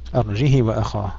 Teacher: قالون يقرأها بالكسر بدون صلة